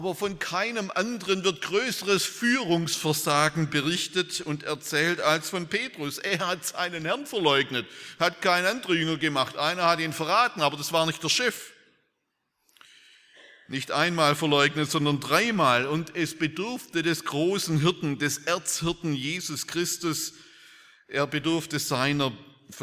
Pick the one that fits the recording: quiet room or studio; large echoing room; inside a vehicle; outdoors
large echoing room